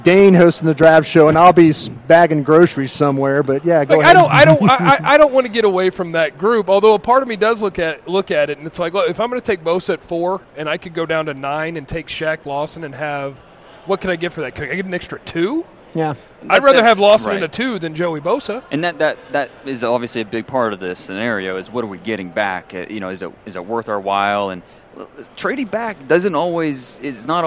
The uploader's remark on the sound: LIVE From 2016 NFL Combine